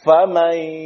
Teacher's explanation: apakah kemudian masih mengetuk huruf nun? Tidak, tapi langsung kepada ya · Term: idgham